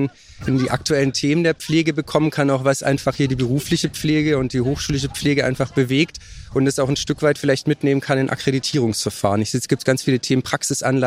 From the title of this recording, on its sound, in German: Live vom Forschungskongress des BIBBs